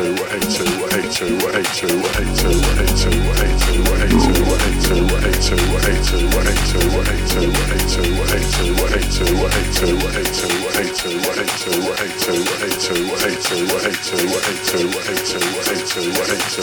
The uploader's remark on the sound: Live from Domicile Miami